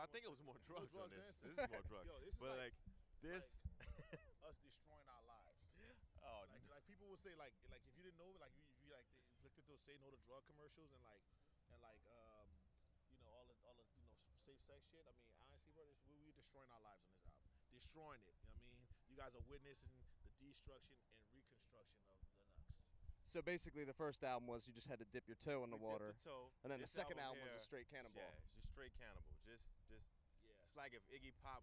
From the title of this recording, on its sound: Interview at Bonnaroo Music and Arts Festival